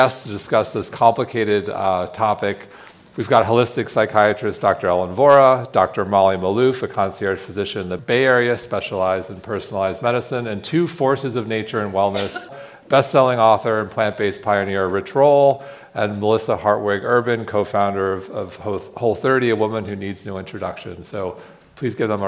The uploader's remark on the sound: A special recording from our sixth annual revitalize event , which was held in Dove Mountain, Arizona, in June. A special recording from our sixth annual revitalize event , which was held in Dove Mountain, Arizona, in June. The insights we learned on the main stage this year were too good not to share.